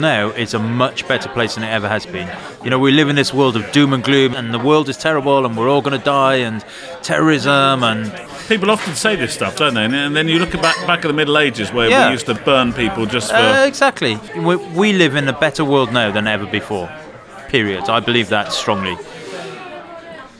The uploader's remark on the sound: A different kind of exhibition this week as during the second part we go on location at the McCullin retrospective exhibition. One of the most important photographic exhibitions the Tate Britain has hosted.